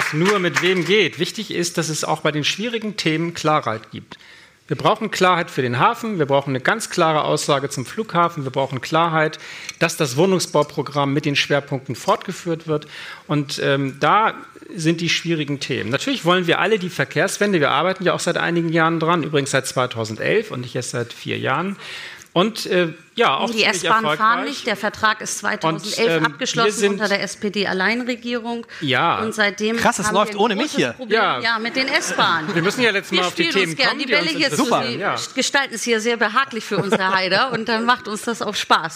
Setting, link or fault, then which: setting, live audience